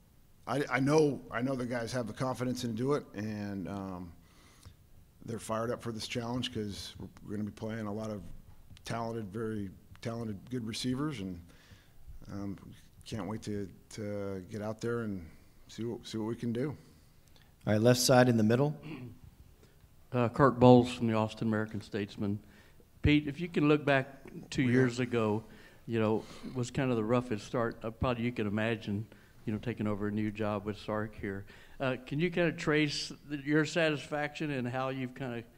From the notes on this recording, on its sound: Sugar Bowl Press Conference. Takes to the podium.